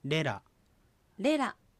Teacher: 第一音節のレっていうのは開音節なんですけども、アクセントが第一音節に置かれている